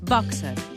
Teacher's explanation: amb O oberta i E neutra